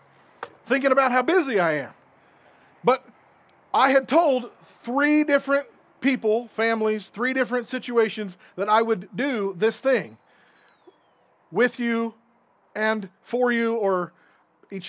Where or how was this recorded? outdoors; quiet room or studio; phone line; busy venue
outdoors